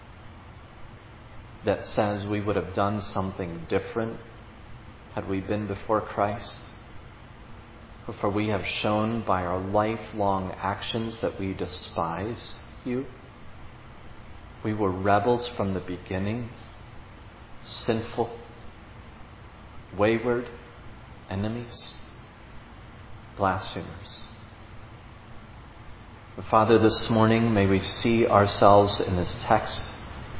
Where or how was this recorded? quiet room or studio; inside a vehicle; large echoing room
large echoing room